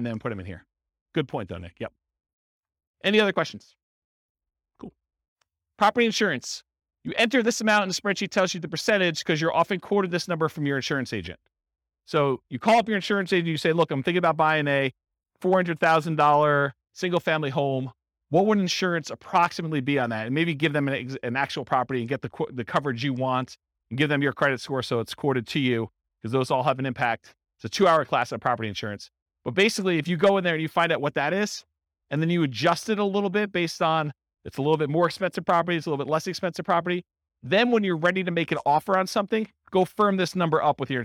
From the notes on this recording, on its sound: This was a live class recorded